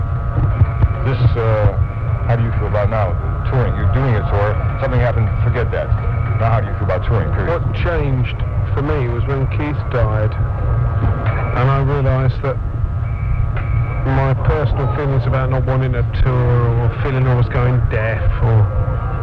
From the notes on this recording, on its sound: In the background you can hear people playing the old arcade game Space Invaders. The sound quality is poor (but Was even worse before I put it through some noise programs!). It was one of those times back in the day when you just grabbed a cheap tape and threw it in the deck and hit record.